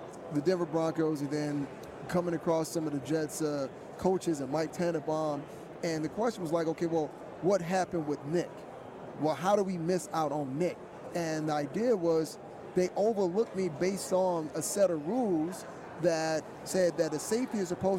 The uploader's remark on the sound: From Radio Row. Live on Radio Row.